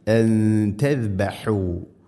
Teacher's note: സാക്കിനായ നൂന് ശേഷം ത വന്നാൽ നൂനിനെ അവ്യക്തമാക്കി മണിക്കണം. അൻ തസ്ബഹു, ഇഖ്ഫാ ബിഗുന്ന.